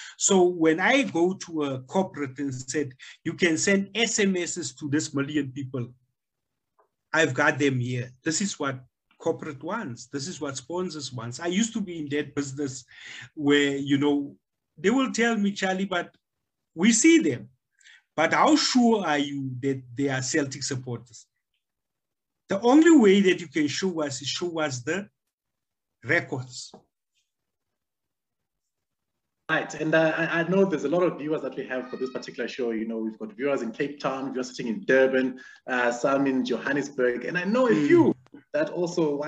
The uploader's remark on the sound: The series is webcast via Zoom